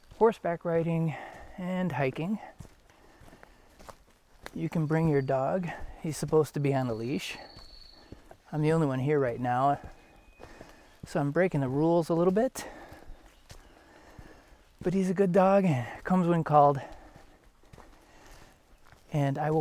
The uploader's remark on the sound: Bull Mountain Loop - Dahlonega Georgia. I hope you enjoy the sounds of the trail.